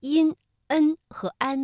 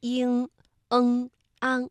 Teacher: 因、恩和安呢是前鼻韵尾，气流是从鼻子的前方出来的，而像英、恩、昂是后鼻韵尾，感觉到气流是从鼻子后方脑中央的位置发出来的